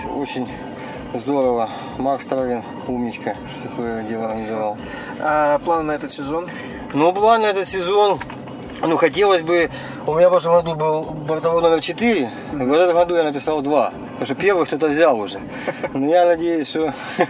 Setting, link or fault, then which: setting, outdoors